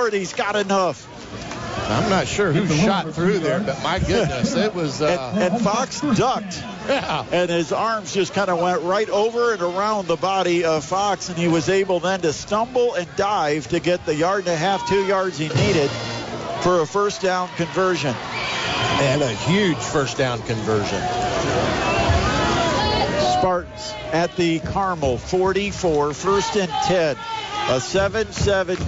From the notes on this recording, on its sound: bring all of the action live from Homestead High School